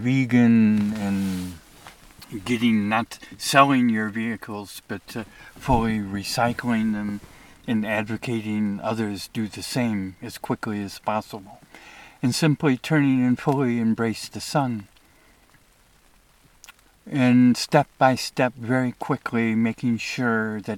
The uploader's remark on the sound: I report from the Eagle Cap Wilderness